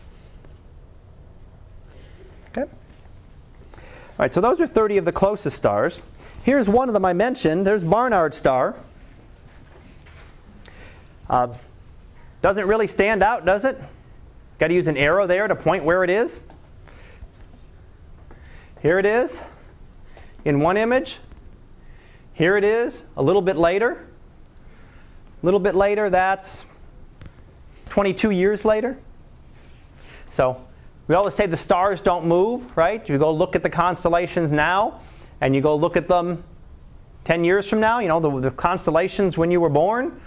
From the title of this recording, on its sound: Live Class Lecture